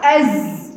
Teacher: لان ليس هناك فرق ما بين الزاي والسين الا الهمس